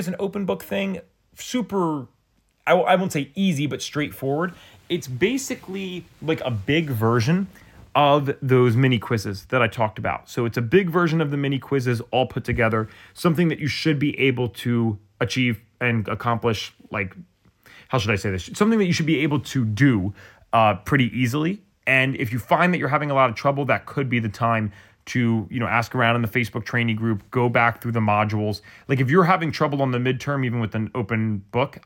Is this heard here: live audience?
no